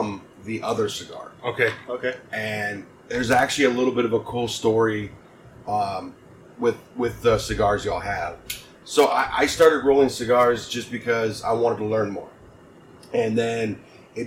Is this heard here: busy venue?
yes